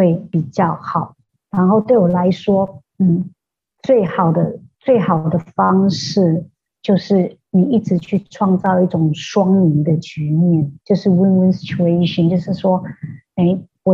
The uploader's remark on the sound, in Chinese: 對不起，這集的收音有點差，請大家見諒～